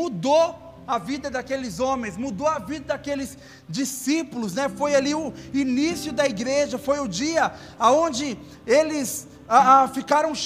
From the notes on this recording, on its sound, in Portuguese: Áudio do Culto de Domingo